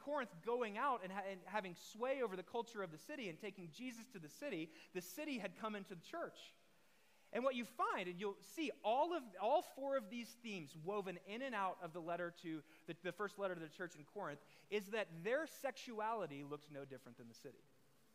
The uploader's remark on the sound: The following episode is a live recorded sermon from the Sunday gathering at The Heights Church Denver.